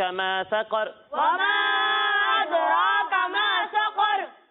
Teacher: سین کو پر نہیں پڑھنا، باریک پڑھنا ہے. اور دوسری بات یہ کہ یہاں را کو پر پڑھنا ہے، باریک نہیں پڑھنا.